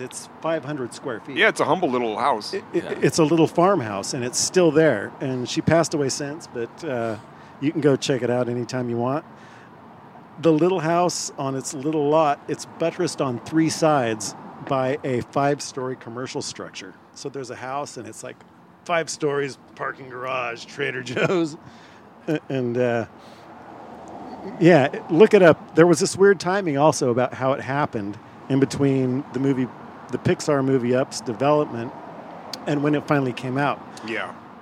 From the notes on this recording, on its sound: Recorded live at the Waterwheel Lounge. Recorded at the Waterwheel Lounge in Ballard.